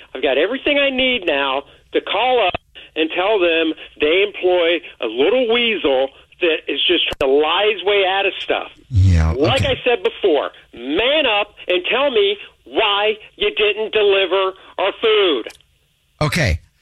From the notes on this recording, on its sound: phone prank style